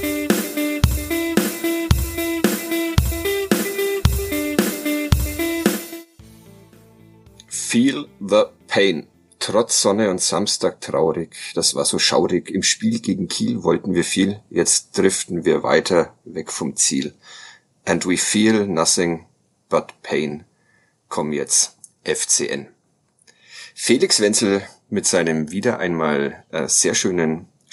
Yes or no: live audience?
no